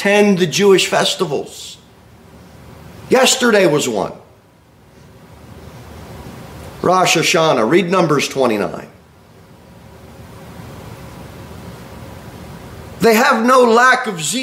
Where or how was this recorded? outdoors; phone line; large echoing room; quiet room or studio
large echoing room